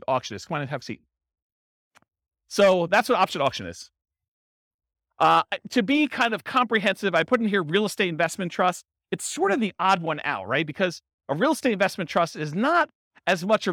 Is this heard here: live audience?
yes